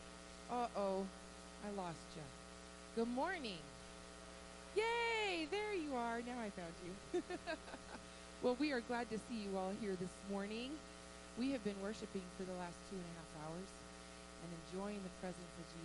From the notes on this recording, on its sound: Woodland Life Church Live.